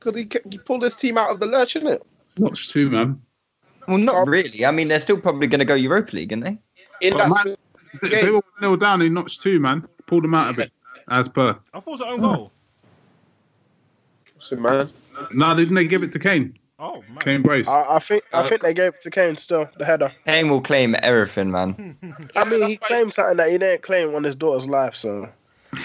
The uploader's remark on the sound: Apologies for the poorer than usual sound quality, as we record via Skype, we will be back in the studio on Sunday.